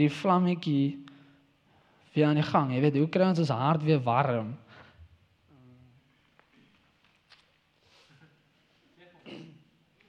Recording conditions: large echoing room